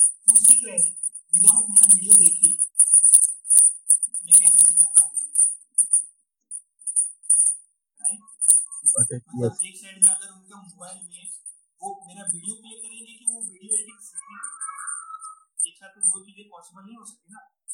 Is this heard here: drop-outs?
yes